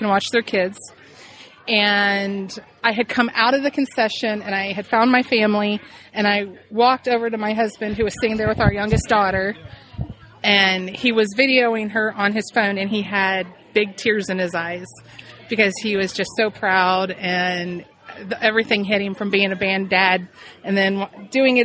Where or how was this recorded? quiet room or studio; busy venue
busy venue